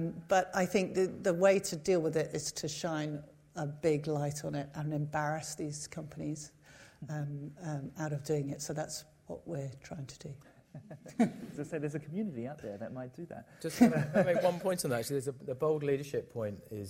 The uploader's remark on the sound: Recorded live at Saïd Business School (Oxford University), a panel of experts.